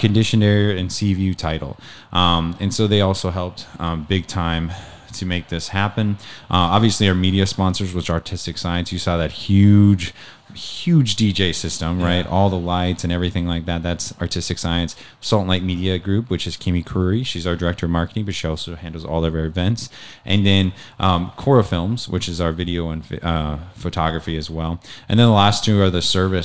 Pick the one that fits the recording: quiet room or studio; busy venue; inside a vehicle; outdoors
busy venue